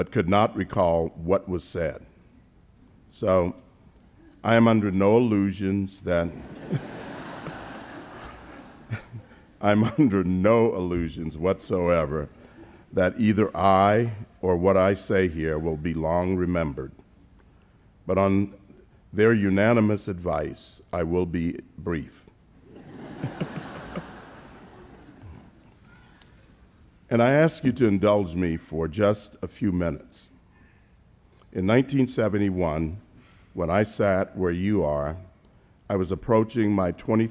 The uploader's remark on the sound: delivered the commencement address at the 2018 Commencement Ceremonies at Christendom College